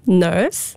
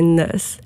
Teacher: New Zealanders round their lips when they're pronouncing nurse · Shown in: first take